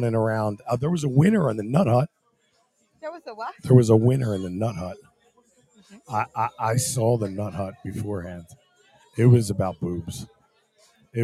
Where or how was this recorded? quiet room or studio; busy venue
busy venue